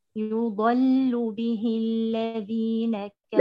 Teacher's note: انتبهي لإطباقي وجهرية الضاد، فلا تهمسيها ولا تأتي بها منفتحة